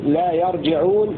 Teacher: وقرأ نافع وحمزة والكسائي بفتح الياء وكسر الجيم